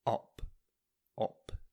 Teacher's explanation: I used to pronounce the U in up, more like an O